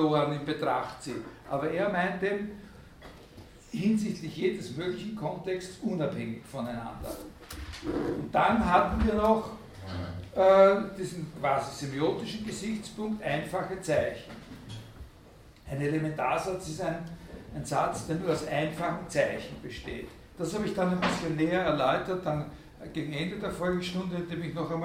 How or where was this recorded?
large echoing room